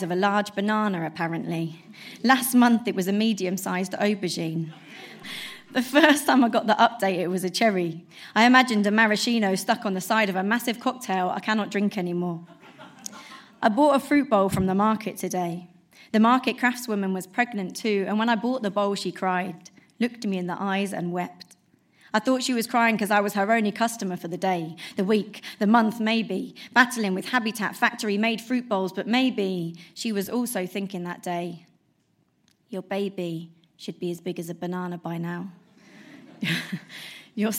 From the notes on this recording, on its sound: Recorded at the 5x15 Bristol event on September 11 2016